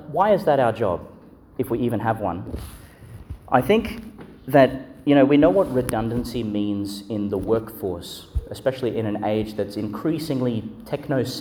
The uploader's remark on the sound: delivered in St Mary's Church, Ubobo, and Our Lady Star of the Sea Church, Gladstone, Qld.